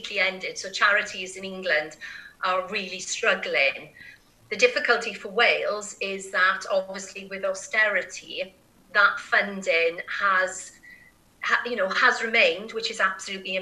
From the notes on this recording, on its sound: Recording interviews is a somewhat different process and experience these days. Recorded over the Zoom app.